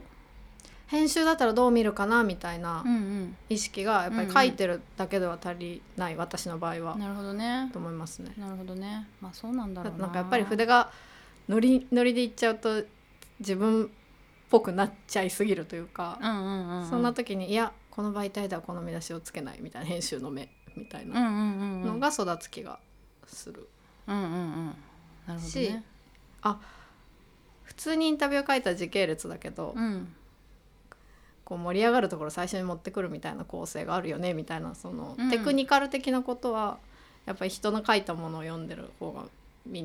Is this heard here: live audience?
no